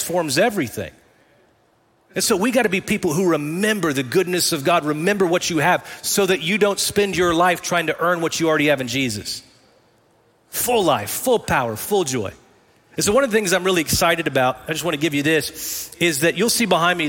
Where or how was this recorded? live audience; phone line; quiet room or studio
live audience